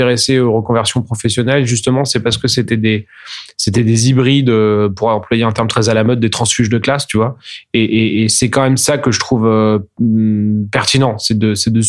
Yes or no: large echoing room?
no